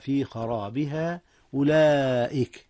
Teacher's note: مد متصل يا أستاذنا، حيث وقعت الألف والهمزة في كلمة واحدة